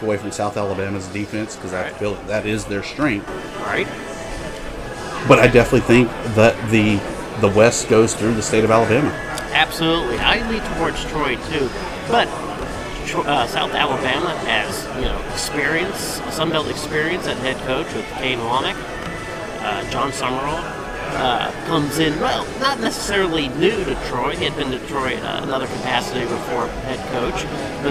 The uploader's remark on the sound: FunBelt Podcast rolls in off Bourbon Street for a second day of Sun Belt Conference Media Days